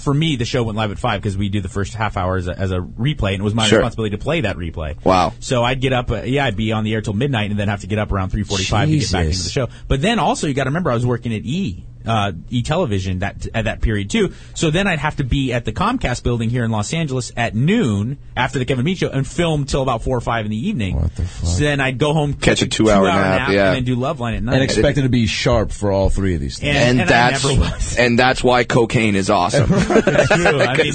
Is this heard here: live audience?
no